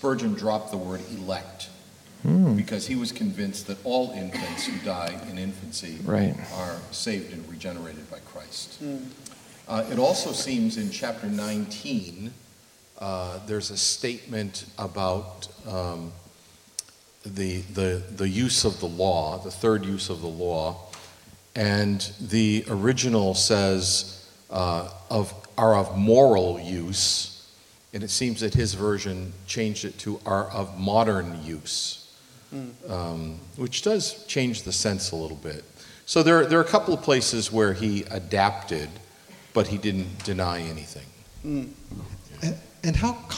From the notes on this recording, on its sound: We have another release from our 2023 Spurgeon Conference. This one is the Q&A we had at the end of the conference. Even with it being the end of the day, 6 speakers, and a BBQ lunch, we had fantastic interaction from our attendees and our conference speakers.